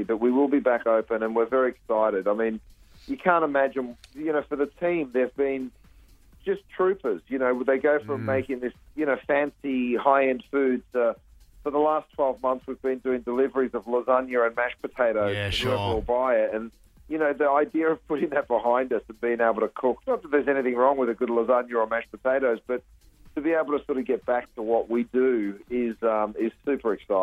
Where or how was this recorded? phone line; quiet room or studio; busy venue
phone line